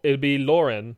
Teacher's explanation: So you don't pronounce the T